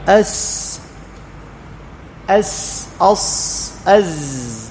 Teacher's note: فأحرف الصفير تخرج من طرف اللسان مع أطراف الثنايا السفلى · قال ومن فوق الثنايا السفلى، من فوق الثنايا السفلى، يعني أطراف الثنايا السفلى، أطراف الثنايا السفلى، تمام، يعني طرف اللسان يلامس يعني أعلى الثنايا السفلى من الداخل، أي يلامس الصفحة الداخلية لأعلى الثنايا السفلى